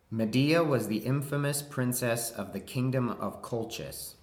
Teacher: What you hear again is a fairly flat tune on the whole in this dialect, but with quite a lot of upward inflection pitching. That seems to be really quite common amongst a lot of American dialects now.